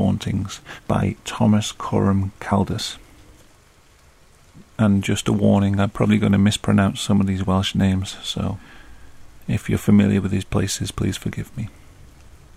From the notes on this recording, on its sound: Chilled readings of scary stories with a gentle rain sound in the background.